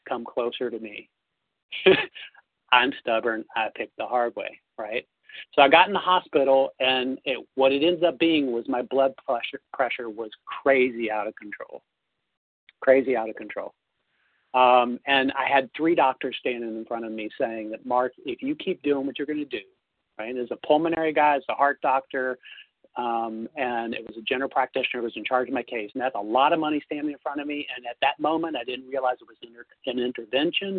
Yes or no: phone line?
yes